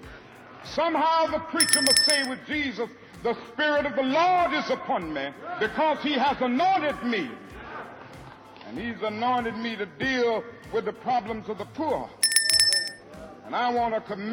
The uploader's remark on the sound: Speech delivered on April 3, 1968 in Memphis, Tn.